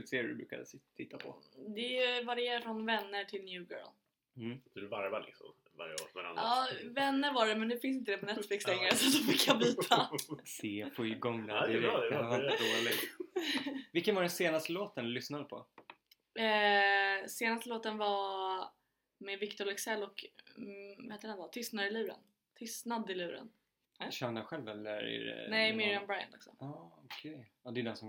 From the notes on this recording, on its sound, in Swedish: Eftersom det är vår första gång vi spelar in något så hoppas vi att ni har förståelse att ljudet inte är 100 %.